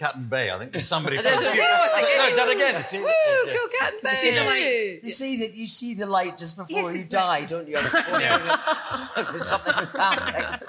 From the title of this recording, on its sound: Live at the Edinburgh Fringe